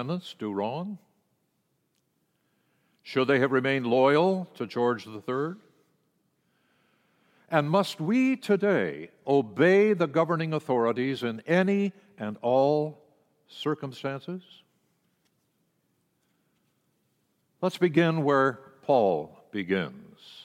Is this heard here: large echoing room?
yes